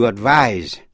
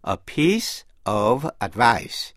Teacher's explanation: Động từ to advise là khuyên, đọc với vần z và chữ s, và danh từ advice đọc với vần s và viết với chữ c